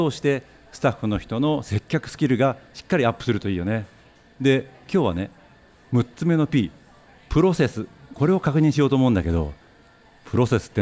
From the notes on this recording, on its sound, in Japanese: 都内で公開収録を開催し、リスナーにもラジオドラマに参加いただきました。